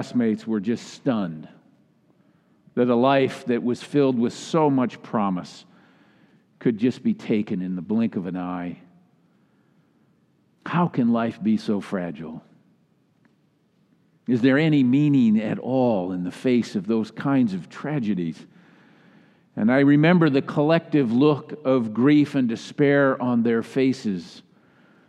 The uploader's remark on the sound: delivered during the Traditional Worship service.